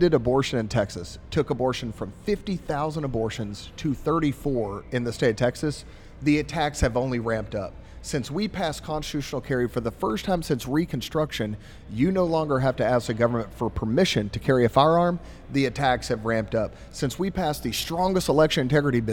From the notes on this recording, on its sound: This episode was recorded at Community Beer Co. In Dallas.